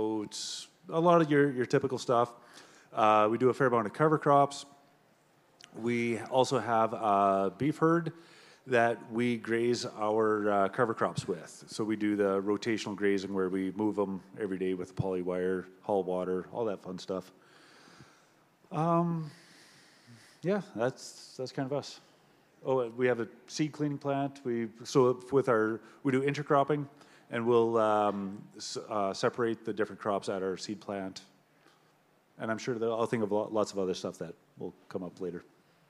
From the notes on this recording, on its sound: in a live panel format, recorded at the Organic Connections show in Saskatoon.